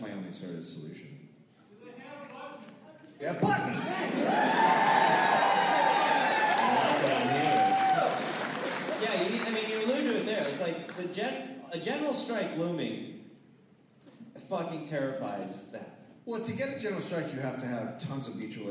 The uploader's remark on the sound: Recorded live in St Paul.